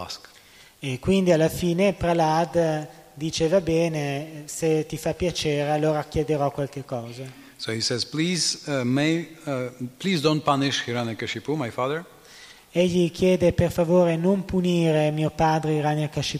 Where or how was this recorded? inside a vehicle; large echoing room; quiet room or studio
large echoing room